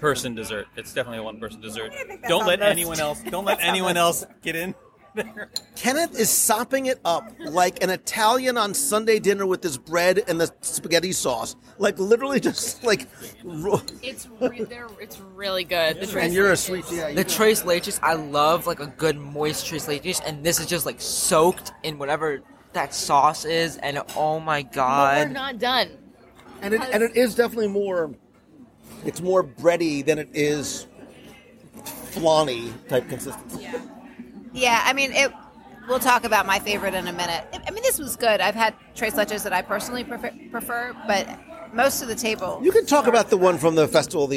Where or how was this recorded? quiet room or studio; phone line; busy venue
busy venue